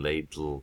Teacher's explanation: You can do it from a voiced sound. And then it will feel more like a voiced lateral fricative sort of sound coming out the side as it's releasing